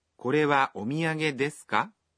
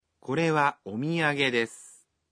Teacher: Professor Tokunaga says, when you ask questions in Japanese, we don't change the word order. You just simply add the particle, ka, at the end of the sentences, and add a rising intonation. · Shown in: first take